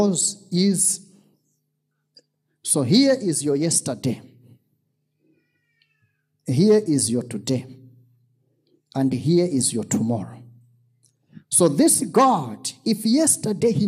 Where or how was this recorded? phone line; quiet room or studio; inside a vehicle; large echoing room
large echoing room